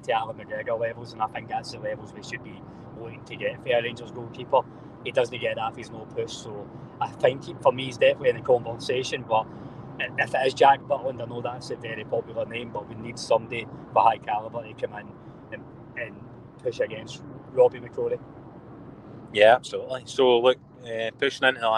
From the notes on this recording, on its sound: Live from the M8 as they cover two games in one day!